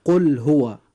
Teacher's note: اللام في قل جاء بعدها حرف الهاء فيجب إظهارها · Term: الإظهار